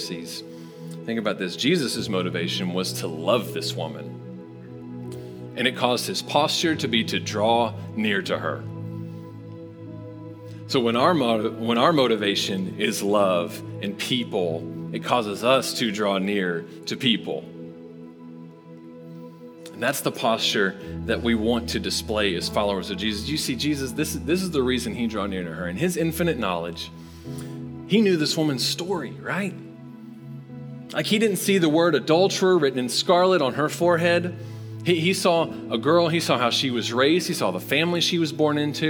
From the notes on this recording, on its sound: Recorded live at Long Hollow Church on September 6, 2022.